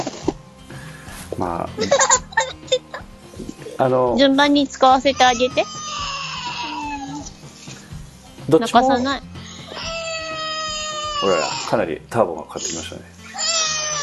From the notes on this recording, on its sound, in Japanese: 生活感あふれる収録。